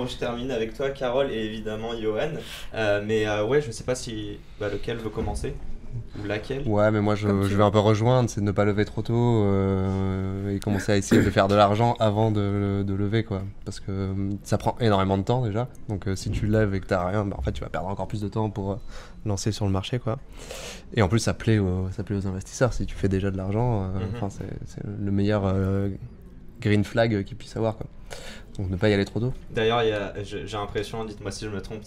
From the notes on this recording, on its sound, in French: Cet épisode a été enregistré à l'occasion de Zero-to-One - l’événement. Cet épisode a été enregistré à l'occasion de Zero-to-One - l’événement.